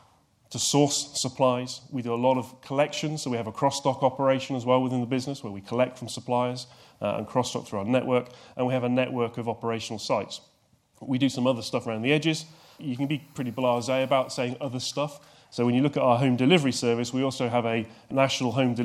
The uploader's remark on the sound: NHS Supply Chain – SHD Logistics Conference 2019 keynote highlights